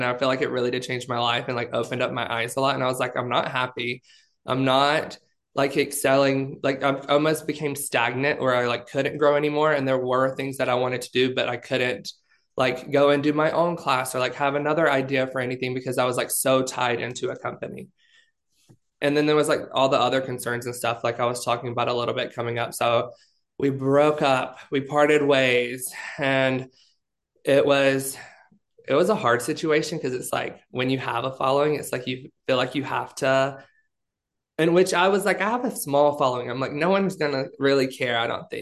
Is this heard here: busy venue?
no